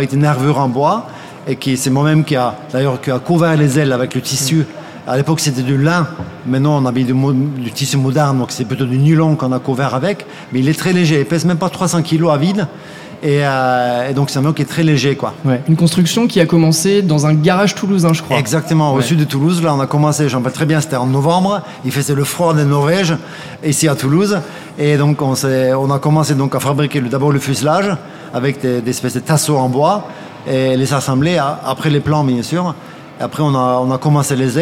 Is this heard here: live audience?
yes